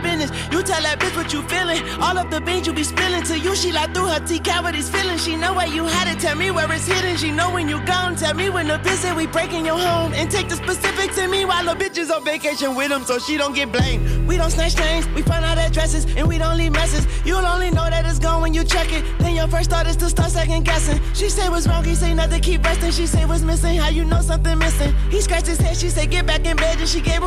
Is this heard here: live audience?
no